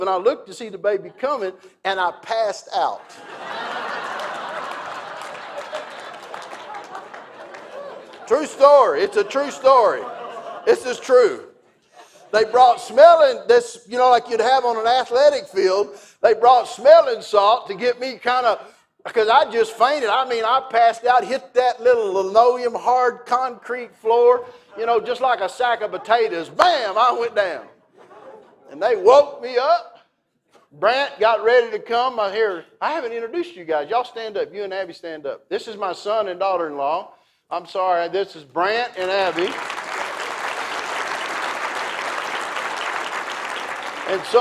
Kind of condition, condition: setting, live audience